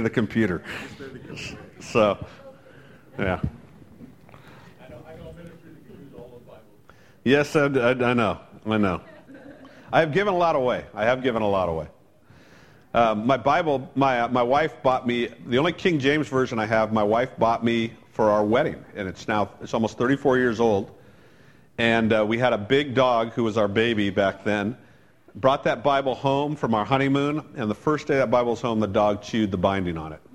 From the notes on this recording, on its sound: Originally preached on June 14 2015 at The Firehouse Church